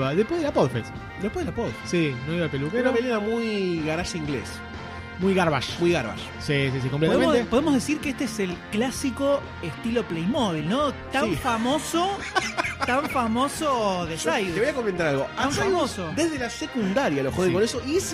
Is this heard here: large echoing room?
no